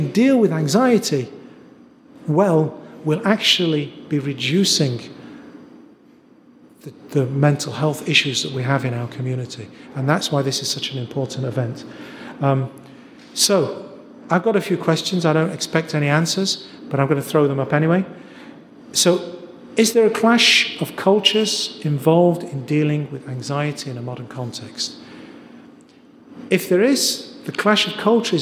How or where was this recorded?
live audience